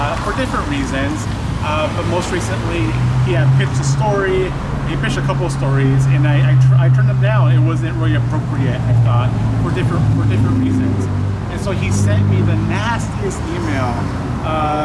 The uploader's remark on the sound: Chatting in Beautiful Downtown Downey. Head outdoors.